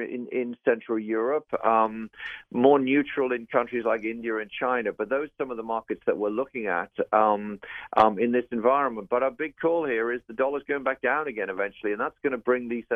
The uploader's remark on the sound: jumps on the phone